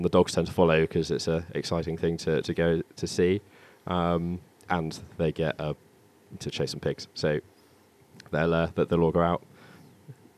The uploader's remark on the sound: A "work trip" to the Atlas Mountains. We bring you a podcast they recorded on the balcony of a 5* hotel in the burning North African sun.